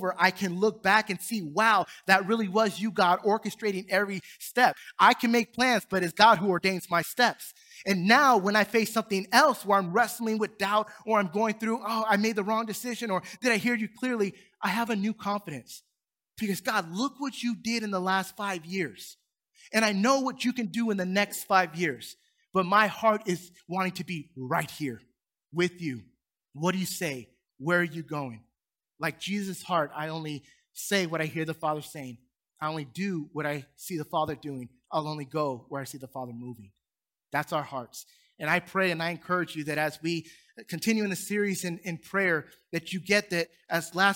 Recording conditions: large echoing room